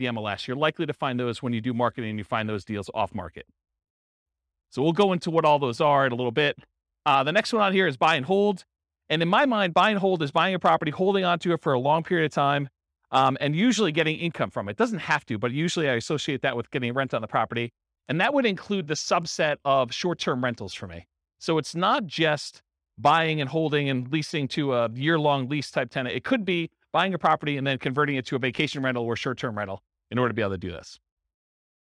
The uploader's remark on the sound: Real estate entrepreneurs in Cedar Rapids, Iowa. This was a live class recorded.